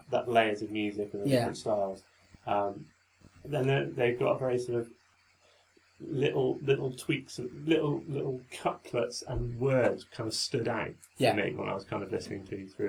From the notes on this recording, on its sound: Battling (and ultimately losing) against a range of audio gremlins. Hidden somewhere beneath the murky sound.